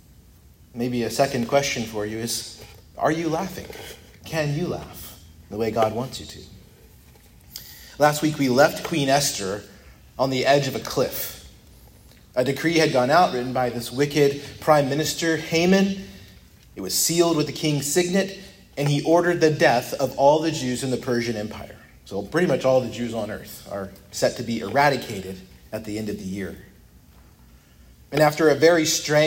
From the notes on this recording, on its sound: preached at Christ Our Savior Baptist Church